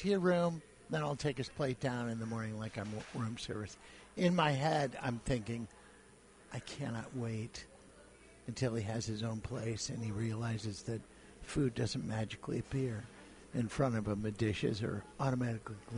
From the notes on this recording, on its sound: Live From SugarFire